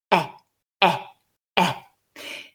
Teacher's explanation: E is a mid-front vowel, so we need to drop our jaws a bit, not fully, to get some space in the mouth. And then we need to put our lips in that wide smile position and vibrate the vocal cords in a very short burst, and hopefully you'll get E, E, E.